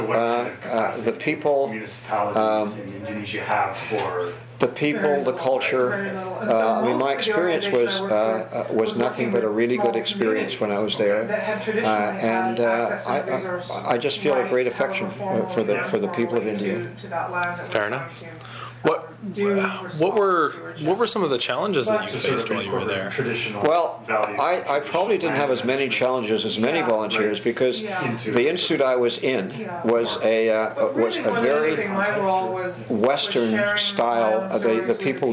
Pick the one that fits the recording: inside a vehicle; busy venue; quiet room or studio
busy venue